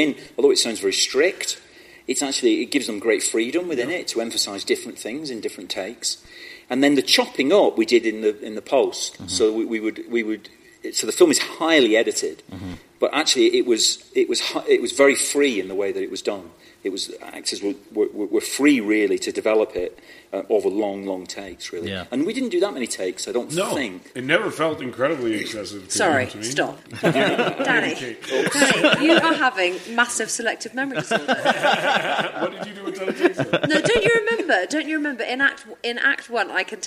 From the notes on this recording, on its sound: was taped at the Telluride Film Festival over Labor Day weekend.